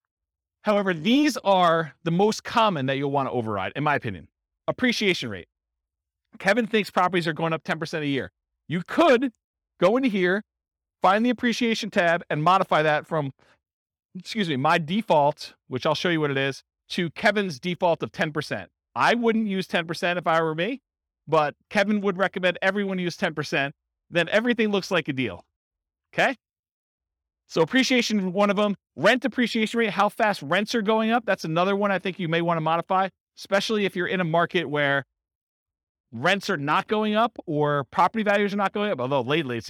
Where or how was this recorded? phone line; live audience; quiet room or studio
live audience